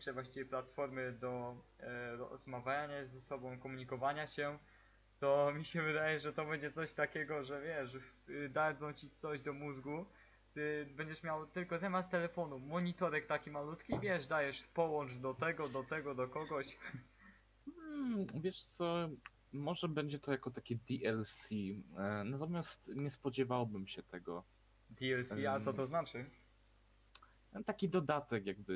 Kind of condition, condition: fault, poor sound quality